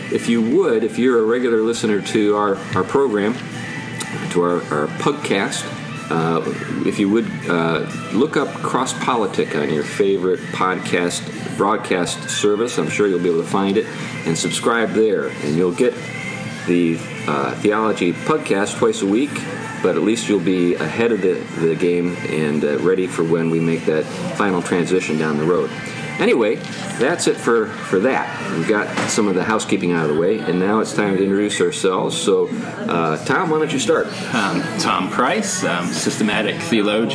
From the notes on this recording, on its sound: Fittingly, the guys had to choose between air-conditioning and optimal conditions for recording the show. Sounds like the wrong choice was made. This is our last episode with our old recording equipment.